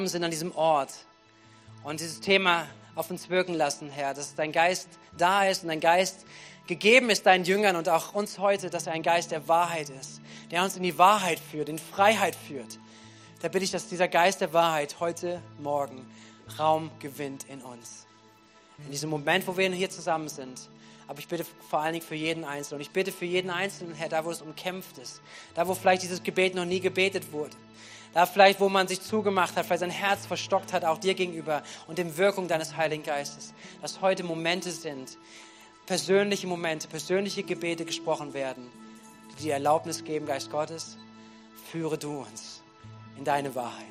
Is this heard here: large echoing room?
yes